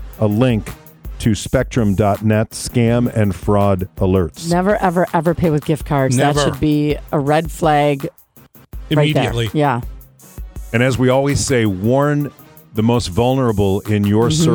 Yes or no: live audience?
no